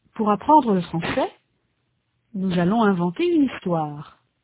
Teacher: There is a slight pause between français and nous. · Term: rhythmic groups